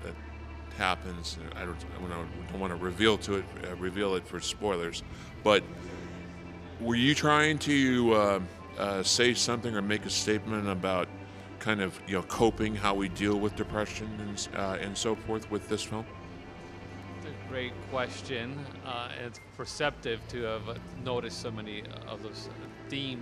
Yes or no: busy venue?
yes